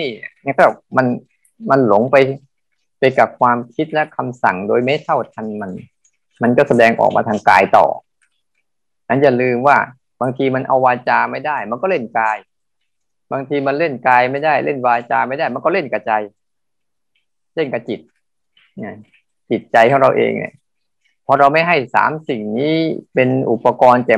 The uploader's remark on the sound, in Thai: เป็น 1 ใน 3 คอร์สออนไลน์ (ผ่านโปรแกรม Zoom)